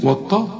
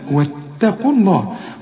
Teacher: انت قدامك يا رجل تاء ولا طاء، والواو دي مرققة · Shown in: second take